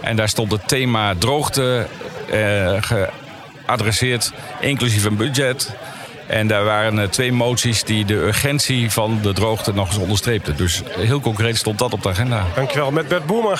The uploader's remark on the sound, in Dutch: Deze podcast is opgenomen tijdens het Deltacongres 2019 in Goes.